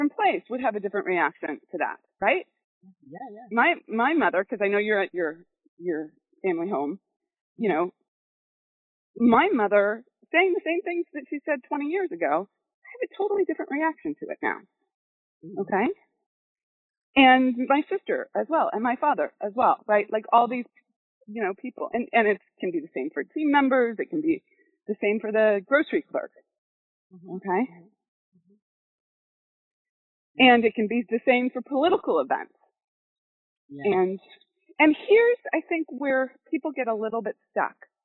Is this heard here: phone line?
yes